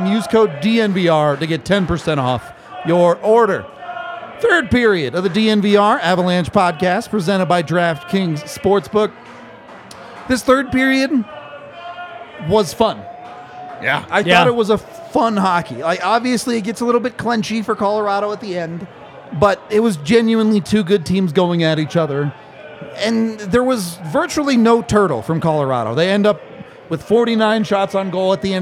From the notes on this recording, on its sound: LIVE from the DNVR bar